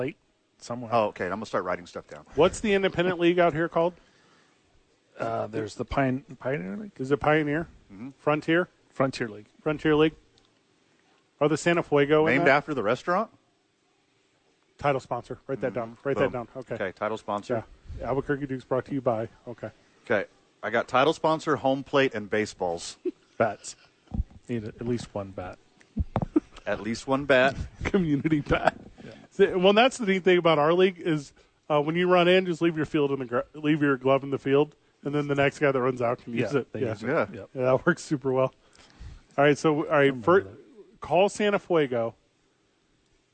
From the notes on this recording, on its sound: live at The Dukes Store